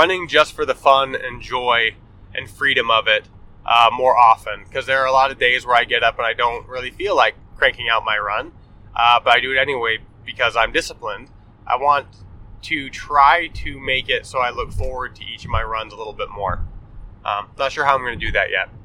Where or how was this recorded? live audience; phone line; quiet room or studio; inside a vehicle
inside a vehicle